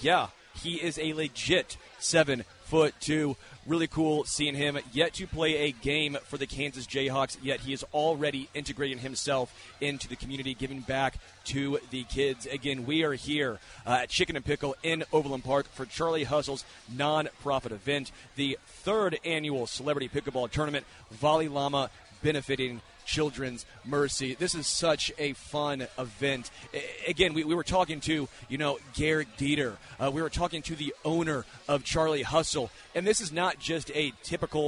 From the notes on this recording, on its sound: LIVE from Chicken N Pickle